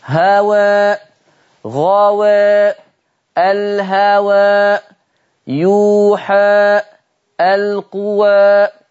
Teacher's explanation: عمال أقف على رؤوس الآيات وعمال أقلل فيها قولا واحدا، ما قلتش إلا تقليل.